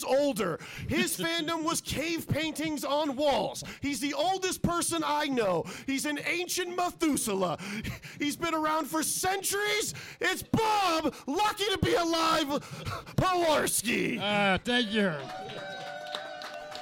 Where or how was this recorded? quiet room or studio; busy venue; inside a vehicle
busy venue